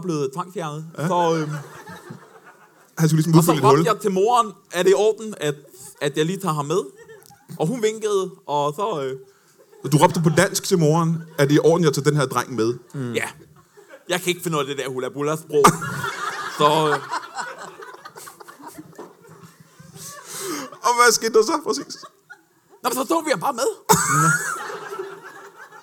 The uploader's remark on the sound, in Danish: LIVE fra Comedy Zoo Aarhus